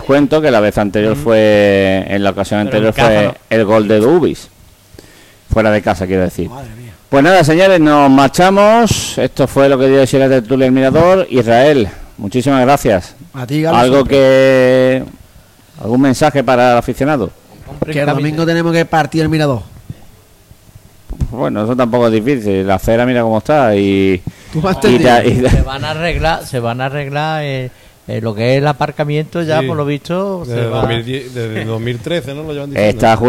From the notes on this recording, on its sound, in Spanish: Programa debate sobre la actualidad del Algeciras emitido en directo desde Casa Borrás, detrás de La Palma.